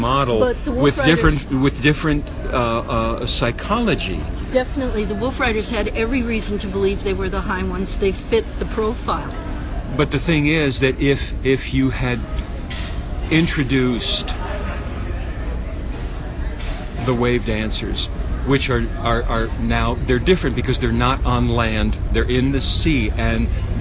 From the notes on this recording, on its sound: San Diego Comic-Con 2016. The Dark Horse Comics party at San Diego Comic-Con International.